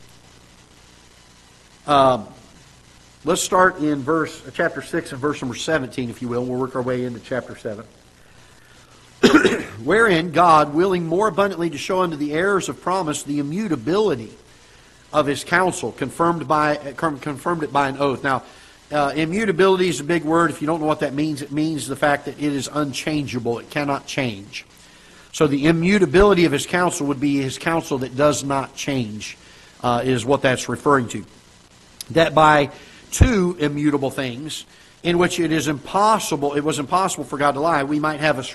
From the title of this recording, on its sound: Ketha Heights Baptist Church ~ Live Broadcast